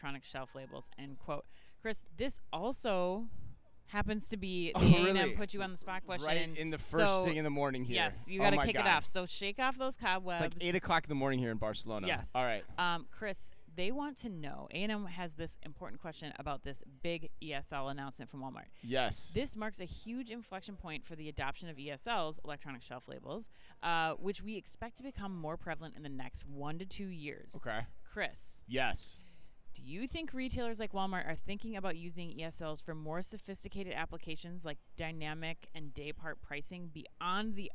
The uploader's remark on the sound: In the latest edition of the Omni Talk Fast Five live from Shoptalk Europe in Barcelona.